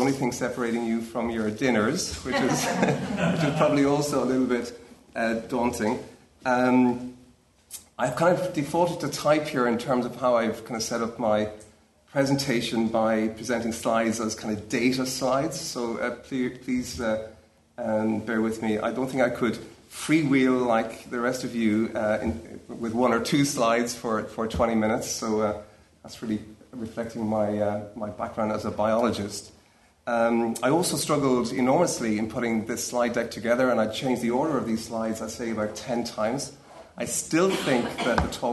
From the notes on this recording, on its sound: Framing Ageing Conference (Panel 3 - Successful Ageing and Technologies of the Self). At the Framing Ageing conference in UCD.